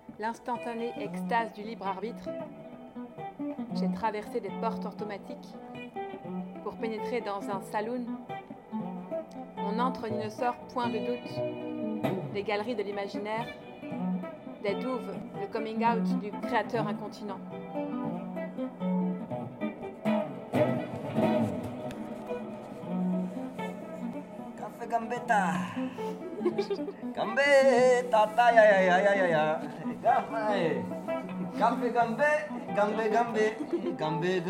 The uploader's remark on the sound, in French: Dans le cadre de la 3e édition de la Nuit de la Lecture, le samedi 19 janvier 2019, à la MPAA/Breguet, Paris 11e.